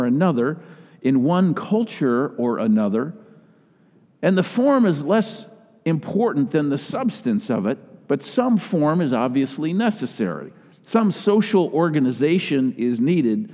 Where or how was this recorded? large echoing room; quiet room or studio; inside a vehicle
large echoing room